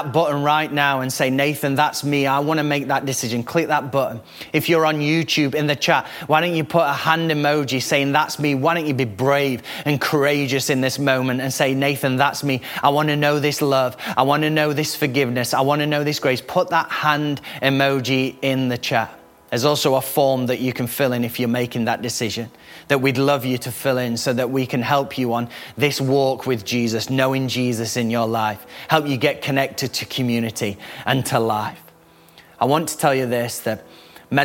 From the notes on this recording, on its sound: Recorded live at the Chesterfield Campus this is the message from the service broadcast.